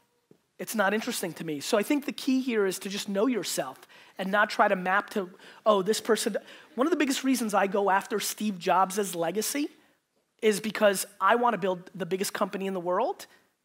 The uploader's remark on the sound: Today's Keynote Saturday is a throwback to 2017 in Belgium at the What's Next conference.